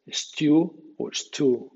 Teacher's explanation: La U final o E-W final después de los sonidos T, D, N suenan IU en el Reino Unido y U en USA